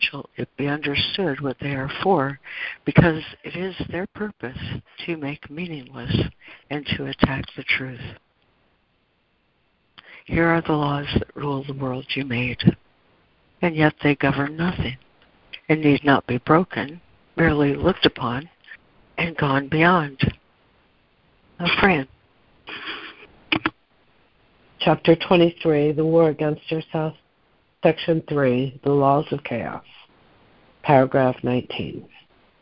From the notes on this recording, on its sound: ACIM Daily Conference Call